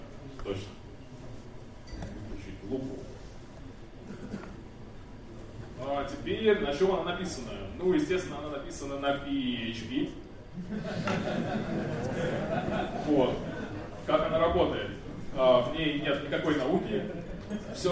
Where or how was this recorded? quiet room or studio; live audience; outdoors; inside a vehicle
live audience